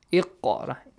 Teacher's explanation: The previous letter has a kasra, but still we produce a heavy sound with it.